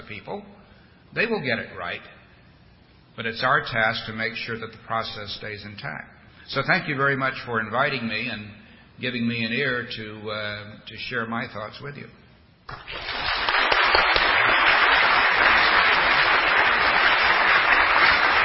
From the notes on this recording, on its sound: delivered this address at The Federalist Society's Second Annual Western Conference at The Ronald Reagan Presidential Library in Simi Valley, California, on February 23, 2008.